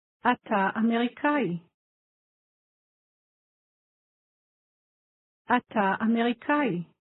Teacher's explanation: Did you notice how the two words run together? The ah sound at the end of אתה blends into אמריקאי.